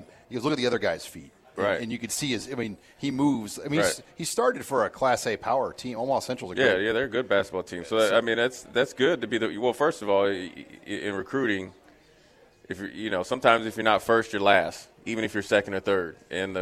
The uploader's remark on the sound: Live from Tanner's